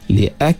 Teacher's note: kita keluarkan sedikit angin apabila kita mengunci huruf kaf itu